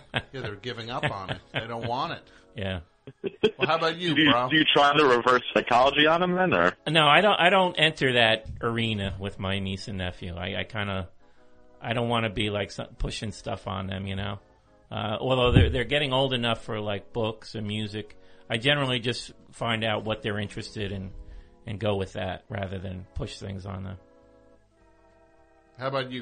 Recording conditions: phone line